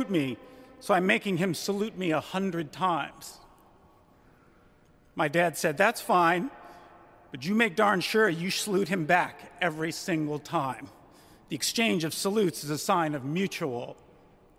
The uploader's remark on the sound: During a memorial service at Washington’s National Cathedral. During a memorial service at Washington’s National Cathedral.